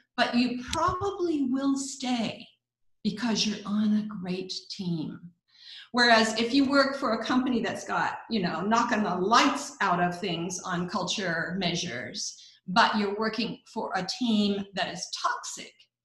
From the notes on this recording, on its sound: Our guest presenter during our first Zoom Happy Hour on April 7th